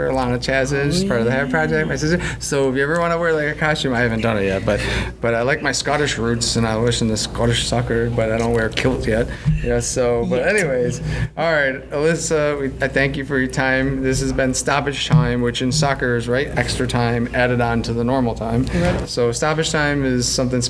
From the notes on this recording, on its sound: Recorded at This Little Pig Restaurant.